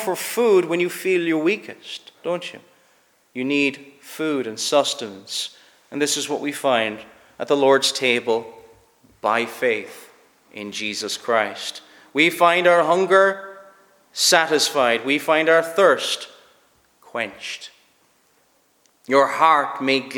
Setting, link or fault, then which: setting, large echoing room